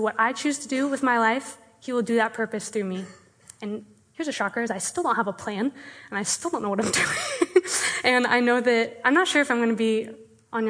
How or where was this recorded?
live audience